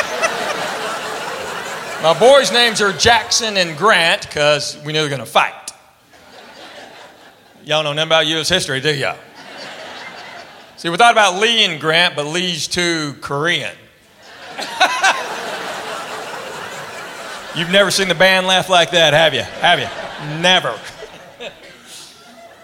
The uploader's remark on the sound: Live at the South Point Casino